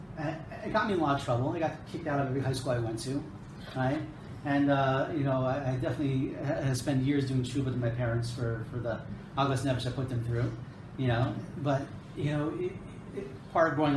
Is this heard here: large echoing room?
yes